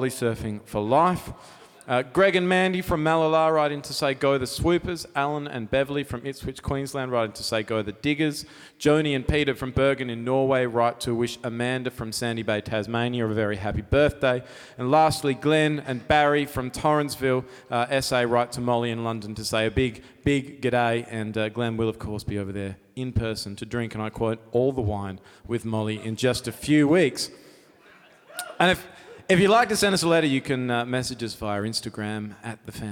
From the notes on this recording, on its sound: Live from the legendary Grace Emily Hotel